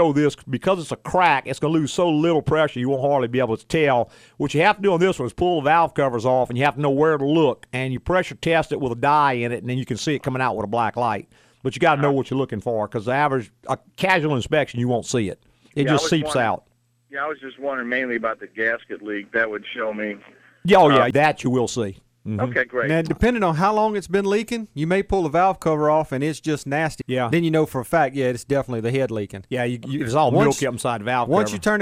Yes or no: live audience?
no